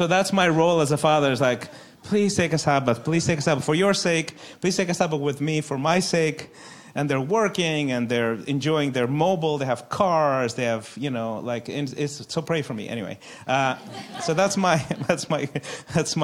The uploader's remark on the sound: A panel Q & A live with our church community